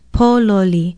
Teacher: It is spelled P-O-L-O-L-I, and the first syllable is stressed, pololi. It means hungry, hunger, famine.